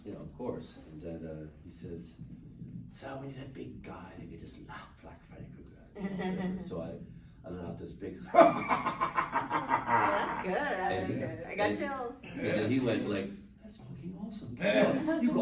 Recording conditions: live audience